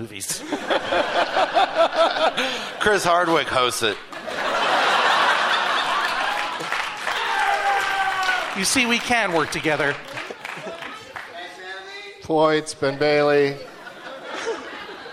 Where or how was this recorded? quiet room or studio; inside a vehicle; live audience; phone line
live audience